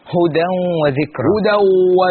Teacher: الحكم تنوين وبعده حرف الواو والواو من حروف الإدغام بغنة